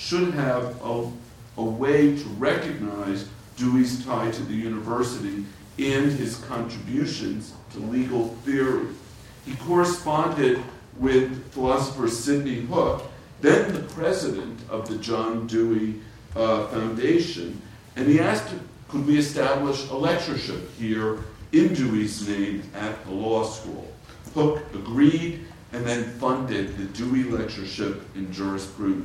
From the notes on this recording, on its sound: This talk, the Dewey Lecture in Law and Philosophy, was recorded on November 12, 2014.